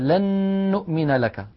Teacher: عندما أدغمنا النون في النون كقوله تعالى لن نؤمن لك، أدغمنا النون في كلمة لن بكلمة نؤمن التي بعدها، فنشأت نون مشددة طولنا غنتها حتى صارت أكمل ما تكون